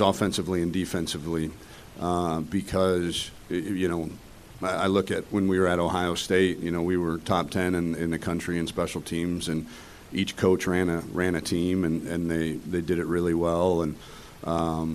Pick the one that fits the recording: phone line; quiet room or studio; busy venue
busy venue